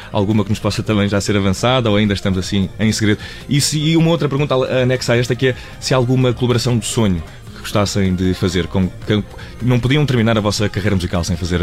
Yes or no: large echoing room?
no